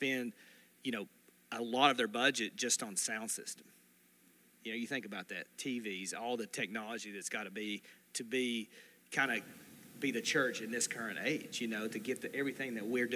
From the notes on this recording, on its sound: This recording was taken from a Sunday morning Gathering on October 2, 2022.